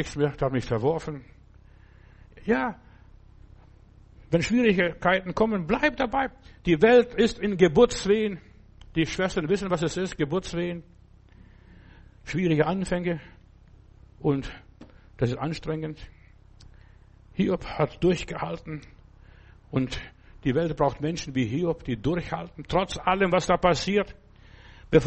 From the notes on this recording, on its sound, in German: im Gemeinde-Zentrum in Berlin aufgenommen